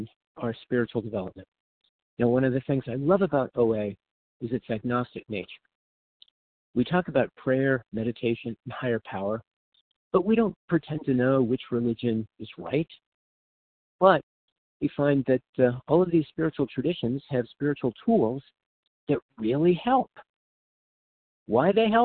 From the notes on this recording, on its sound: From the 100 Pounders Phone Meeting.